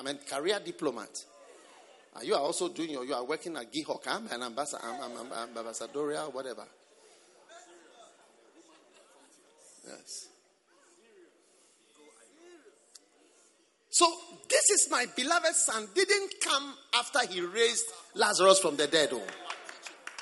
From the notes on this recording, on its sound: Preached at a Revival 7 service at the First Love center